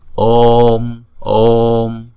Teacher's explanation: Chữ O là diphthong, chúng ta đọc hai nhịp. Chúng ta kéo dài chữ ô trước, rồi sau đó mới đóng chữ ô lại.